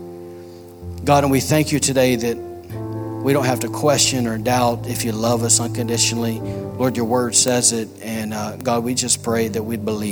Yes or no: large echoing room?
yes